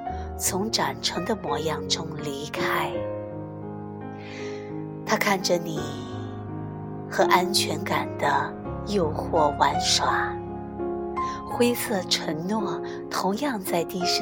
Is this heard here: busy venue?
no